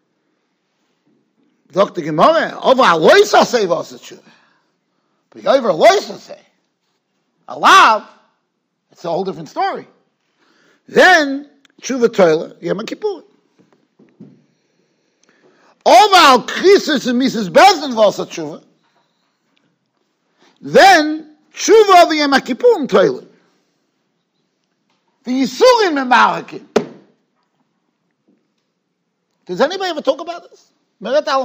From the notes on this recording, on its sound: Shiur recorded in Yeshivas Ohr Reuven, Monsey, NY.